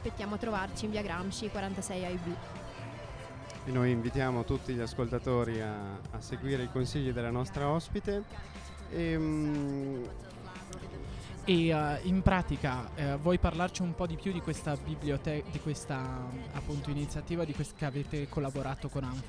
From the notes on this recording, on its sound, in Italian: Puntata in esterna per lo staff di Burro d'Arachidi! In diretta dal Palazzetto Sanbapolis per l'evento organizzato dal Centro Salute Mentale di Trento "Spazio All Fair Play".